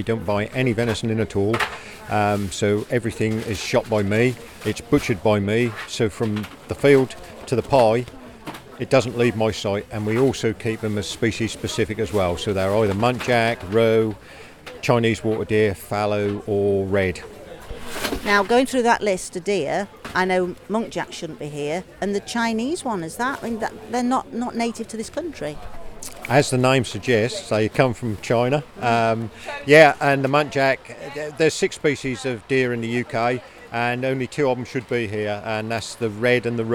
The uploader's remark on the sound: at Aldeburgh Food Festival in Suffolk, chatting to Producers and Chefs